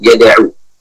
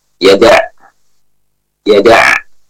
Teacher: Bukan juga dengan ain yang dhammah yada'u, namun dengan ain yang sukun yada', yada'.